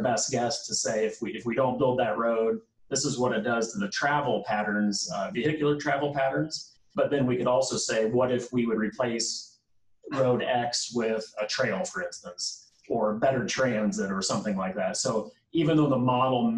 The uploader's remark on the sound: Zoom meeting.